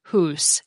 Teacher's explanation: the K sound had dropped off, leaving us with just hus